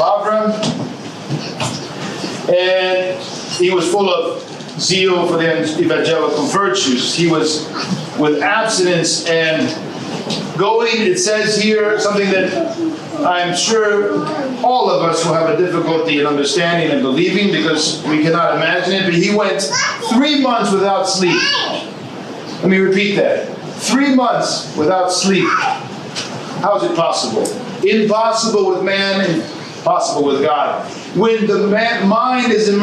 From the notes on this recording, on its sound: From the Australia Lecture Tour, 2019. A Lecture delivered on March 23, 2019 at the Parish of St. Nicholas in Woolloongabba (Brisbane metropolitan area) during a visit to the Serbian Orthodox Archdiocese of Australia.